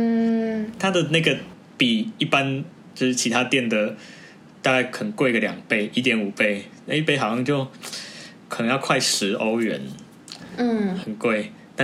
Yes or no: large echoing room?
no